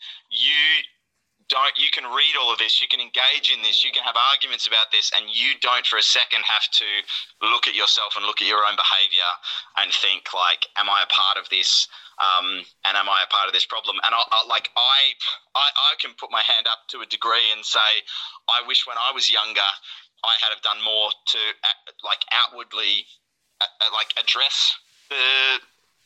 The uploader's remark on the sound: Have a phone call.